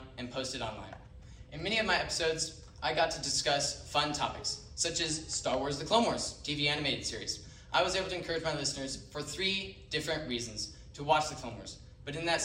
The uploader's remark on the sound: Live from Calvary Baptist Church.